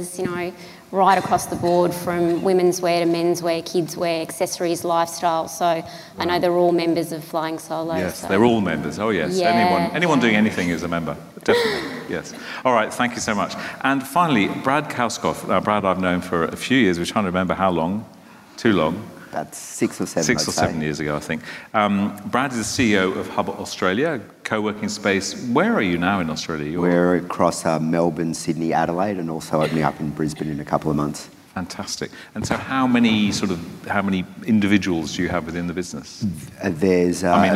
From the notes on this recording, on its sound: Another panel discussion from Melbourne’s Flying Solo Live event.